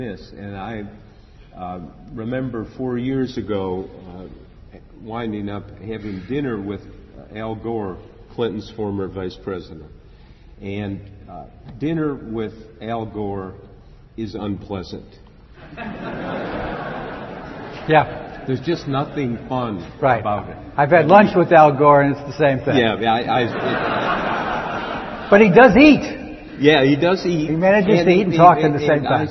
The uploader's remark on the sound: During a session at the 2009 IRE Conference in Baltimore